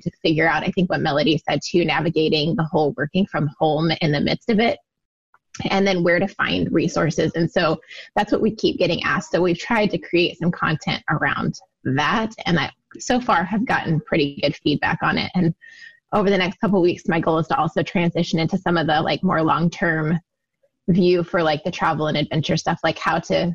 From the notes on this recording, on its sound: Recorded from the OI Group Call on 3/31/20.